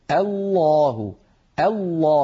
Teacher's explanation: الجلالة في صدر آية من الآيات لابد من أن ننطق الهمزة مرققة ثم نفخم اللام برشاقة